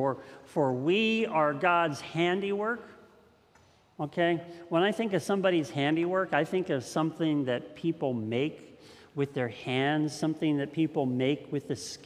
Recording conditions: large echoing room